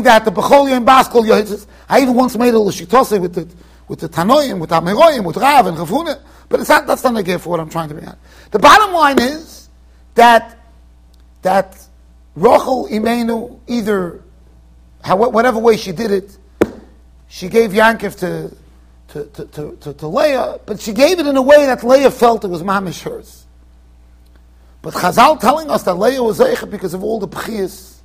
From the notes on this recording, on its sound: Shiur recorded in Yeshivas Ohr Reuven, Monsey NY